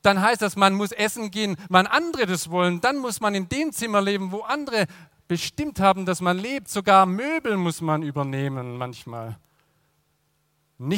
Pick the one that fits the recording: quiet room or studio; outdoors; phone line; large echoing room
large echoing room